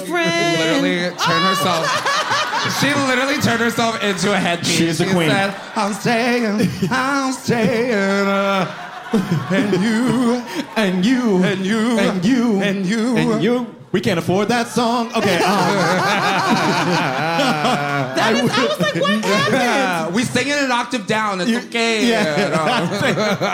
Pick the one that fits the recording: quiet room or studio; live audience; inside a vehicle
live audience